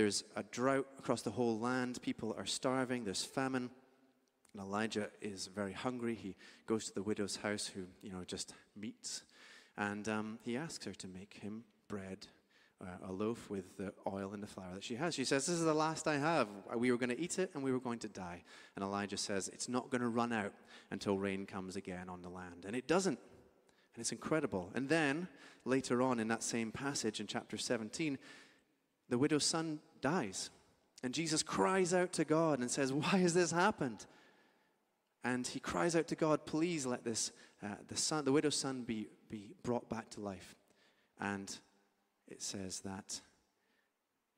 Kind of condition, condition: setting, large echoing room